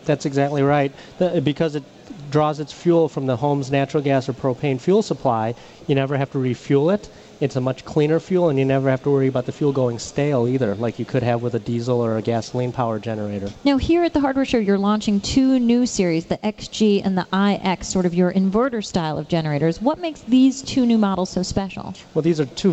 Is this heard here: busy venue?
yes